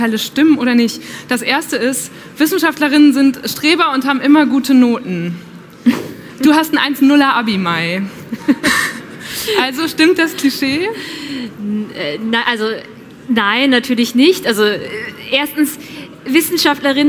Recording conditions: live audience